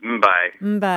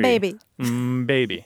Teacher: You basically have the elongation of the lips staying closed before you do the B sound. So because there's you're voicing the "mbah," so you're just dragging out that.